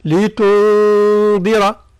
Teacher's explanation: فيقع إخفاء النون عند الذل مع الغنة. ربما مصطلح الإخفاء يصعب يعني شرحه وبيانه في سياق مثل هذا، وإنما على الأقل المطلوب هو أن نأتي بالغنة، والغنة هي مقداره مد، فنقول لتنذر.